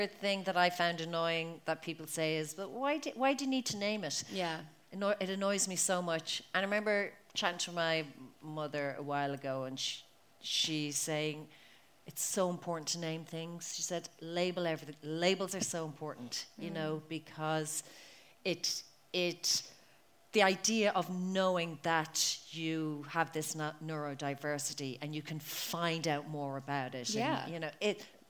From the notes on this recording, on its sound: Limerick Live Show. Unfortunately due to my recorder flatlining, there's no regular episode this week. The recording of the live show.